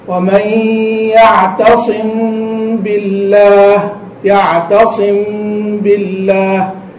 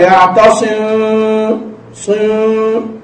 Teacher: الصحيح أن تخفى يعني بانطباق الشفتين على بعض، انطباق بدون كذب بدون ضغط · Shown in: first take · تقول: ومن يعتصم بالله، يعتصم بالله، لكن لا تقول هكذا · Term: الإخفاء